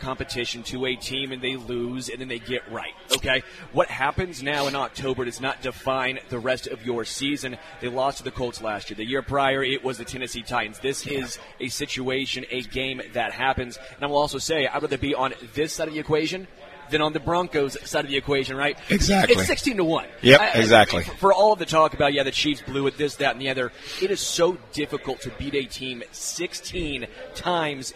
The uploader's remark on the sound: LIVE from Hollywood Casino!